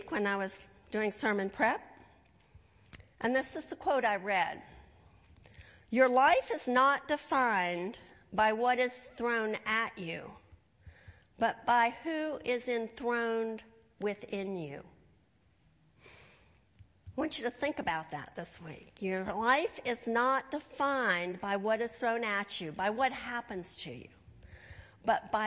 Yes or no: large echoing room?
yes